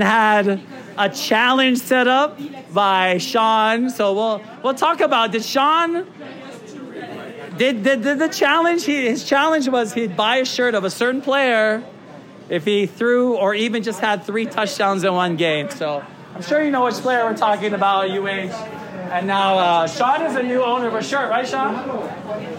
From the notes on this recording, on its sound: In front of a live audience at Agave & Vine at Ala Moana Center.